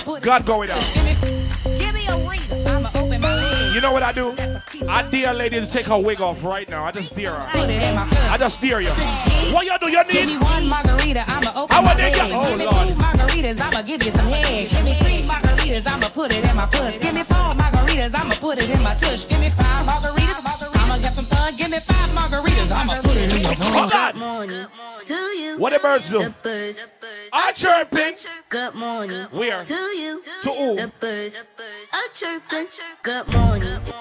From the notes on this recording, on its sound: Live at Last Stop BX for House Party vs Bashment 2-10-24